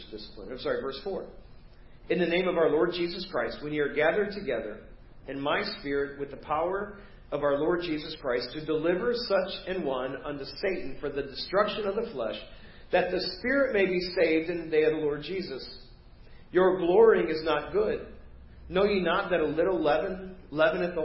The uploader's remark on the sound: Preached at First Baptist Church of Hazel Park